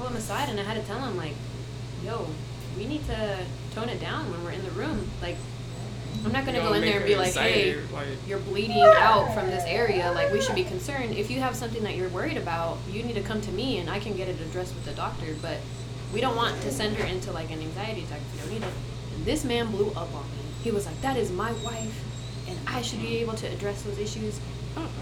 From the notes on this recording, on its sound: The audio is crazy with this one. My dog O'Ryan wanted to be apart of the conversation.